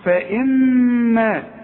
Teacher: الميم اللي عليها الشدة لازم تغن